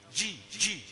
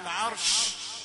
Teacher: الجيم من صفتها أنها شديدة، لكن الشين من صفتها التفشي. التفشي يعني انتشار الصوت في الفم، يعني حتى الحرف الشين وهو ساكن تقرأ ثم استوى على العرش.